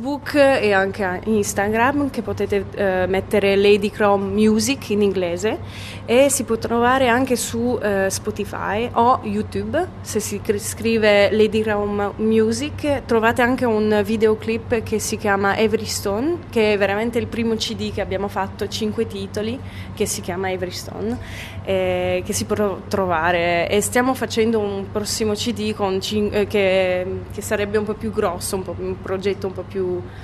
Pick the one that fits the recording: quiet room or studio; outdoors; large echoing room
outdoors